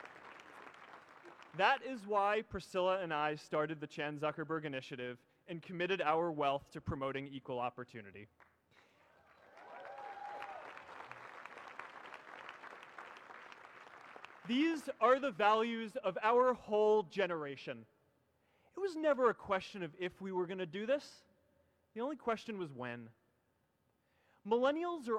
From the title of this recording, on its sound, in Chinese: 在哈佛大学的演讲